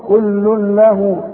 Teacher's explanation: ادغام كامل بدون غنه، هندغم لكن ما نغنش